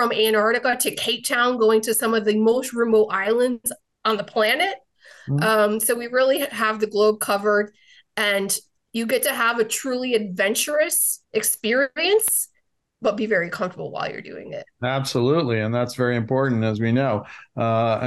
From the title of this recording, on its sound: Virtual Road Show Panel